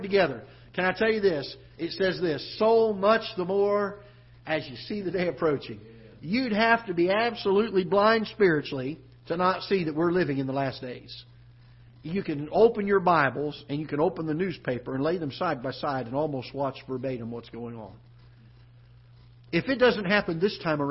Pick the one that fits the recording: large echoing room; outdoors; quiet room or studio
large echoing room